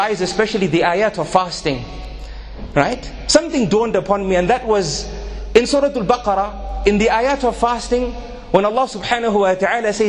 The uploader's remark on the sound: A 20 minute lecture delivered at Masjid alFalaah in Harare Zimbabwe